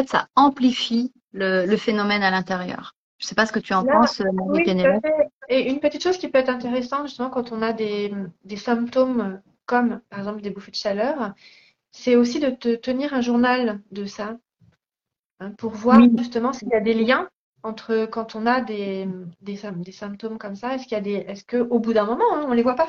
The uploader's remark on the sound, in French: il s'agit d'une rediffusion d'un live Instagram